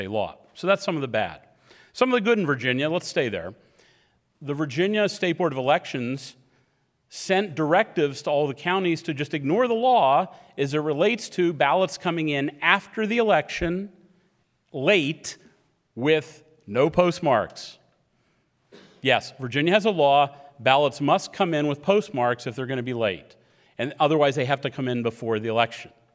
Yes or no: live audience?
yes